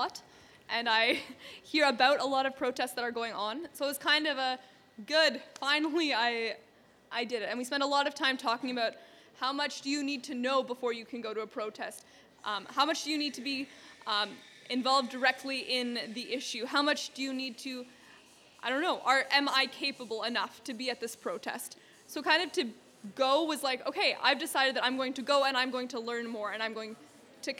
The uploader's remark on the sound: Live Christmas Gala Coffeehouse! This week on Wittenberg Radio features Wittenberg Live!